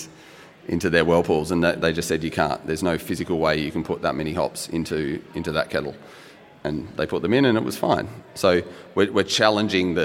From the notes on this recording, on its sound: This panel discussion was recorded as the recent Western Australian Brewing Conference in Perth.